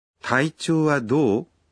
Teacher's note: По-японски фразу нужно произносить, повышая интонацию, так как это вопрос.